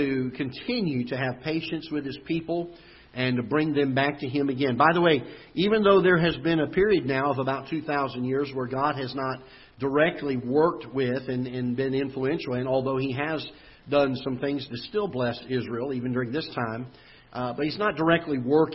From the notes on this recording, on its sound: Ketha Heights Baptist Church ~ Live Broadcast.